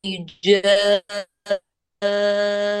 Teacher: تقولي جان عليها بغنة أكمل، فما بتحتاجي شيء يبرز أنه ما نلين، مجرد تأتي بهذه الغنة الأكمل اتضح للمستمع أنه ما نلين، ولك أنت كقارئة قرأت النلين فما وقعت في لحم جري.